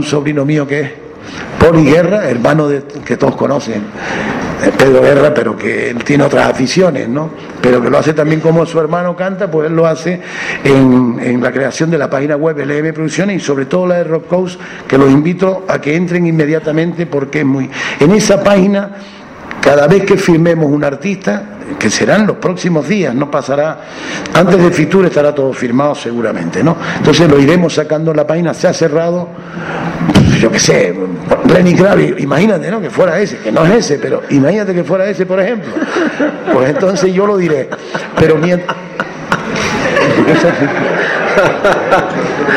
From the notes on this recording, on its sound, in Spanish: Rueda de Prensa Rock Coast Festival 2012